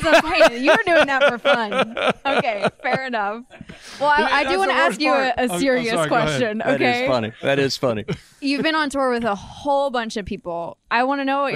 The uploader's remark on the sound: CMA Awards Backstage Interviews